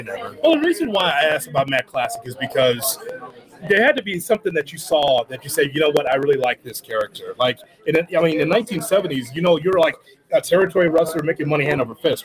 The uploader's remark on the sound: live from Starrcast in Chicago